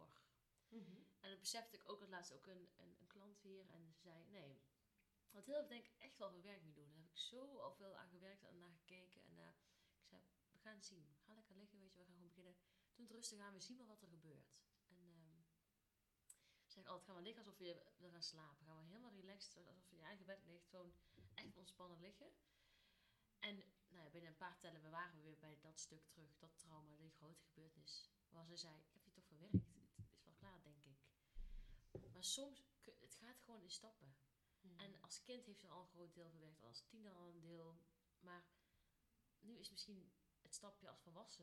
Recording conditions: uneven or low level